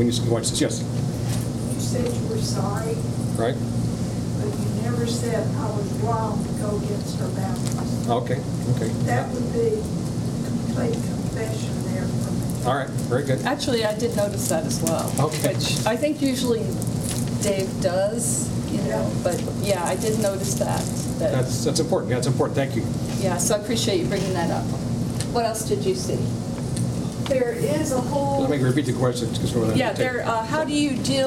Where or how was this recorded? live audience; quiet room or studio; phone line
live audience